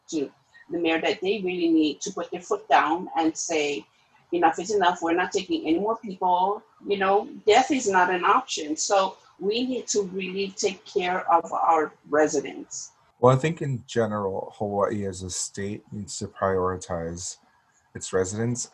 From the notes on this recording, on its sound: via zoom